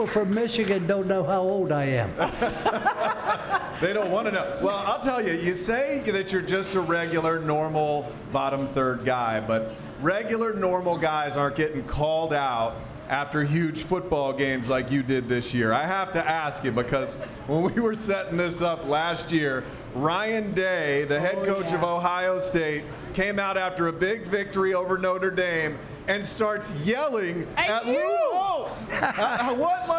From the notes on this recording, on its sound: News 6 Insiders and other viewers were invited into the room as Florida’s Fourth Estate hosted a live recording. Miller’s Ale House in Winter Park Village.